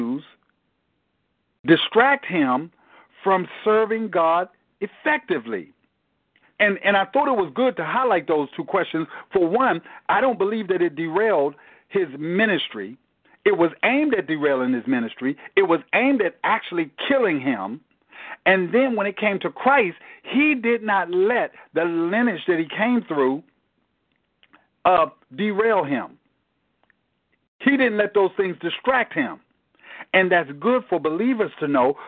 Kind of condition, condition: link, phone line